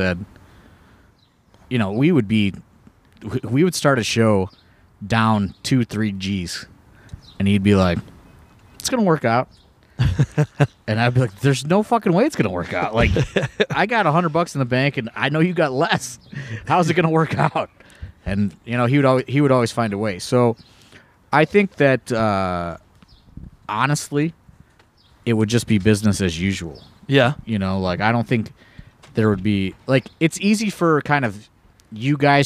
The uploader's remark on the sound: This week is a round table of sorts as we are joined by several members of the AIW roster as they drink some beers and record at the AIW Memorial Day cookout.